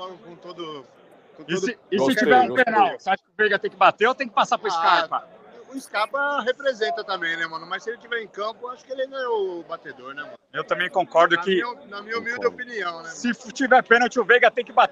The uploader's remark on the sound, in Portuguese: DIRETO DO ALLIANZ PARQUE!